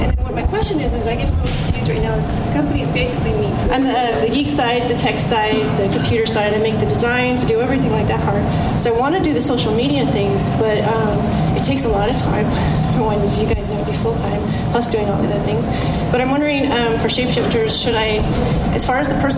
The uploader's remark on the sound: They showcase their speech at The Collective Conference, that was hosted at the Trunk Club offices in Los Angeles.